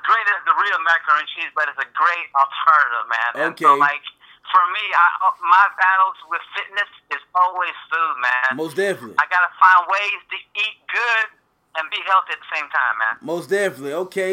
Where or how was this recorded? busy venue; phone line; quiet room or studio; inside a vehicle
phone line